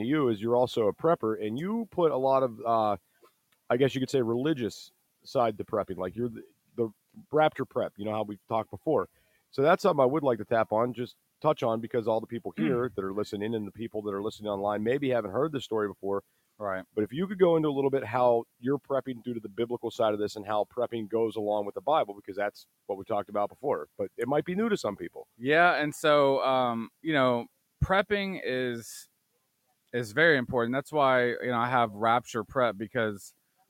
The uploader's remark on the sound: (LIVE) Prepper Camp 2022. Live from prepper camp 2022.